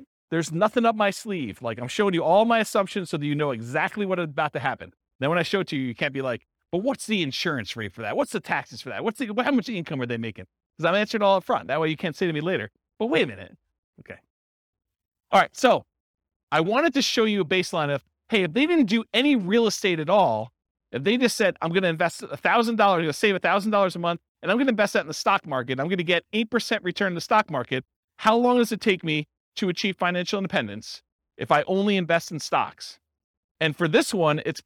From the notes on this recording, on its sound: This was a live class recorded